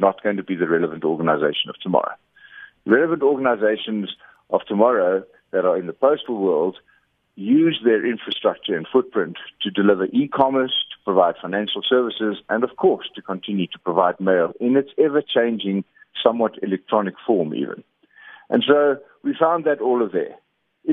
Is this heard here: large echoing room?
no